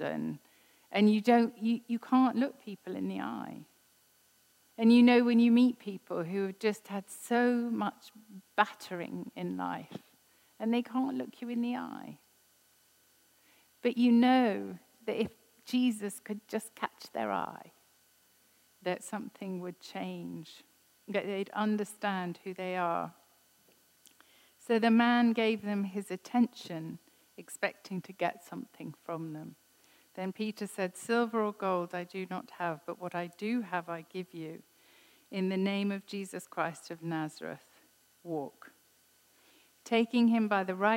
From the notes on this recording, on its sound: This was recorded at Skylark Church on 2nd October 2019